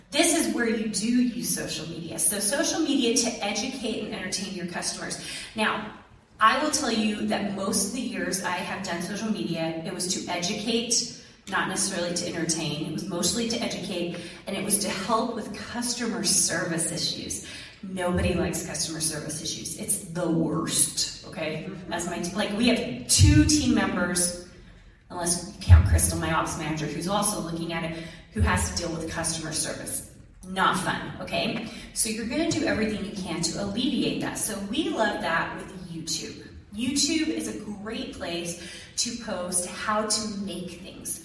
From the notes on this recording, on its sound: Lecture to BYU Idaho's Art Department. She spoke to about 200 students about selling their art.